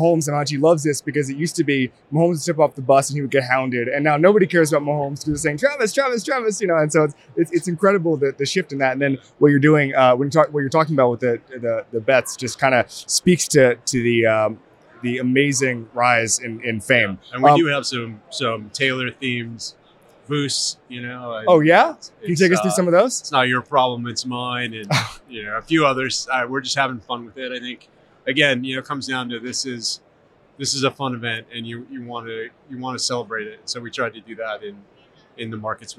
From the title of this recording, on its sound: from Radio Row